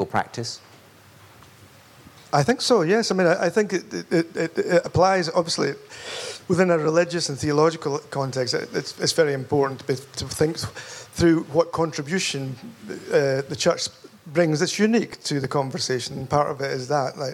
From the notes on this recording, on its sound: Recorded live at Spring Harvest. This interview was recorded live.